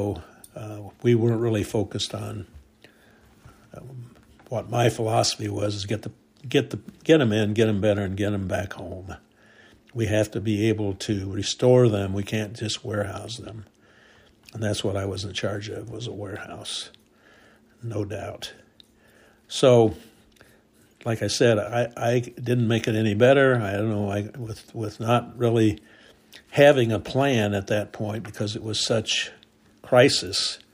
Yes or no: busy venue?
no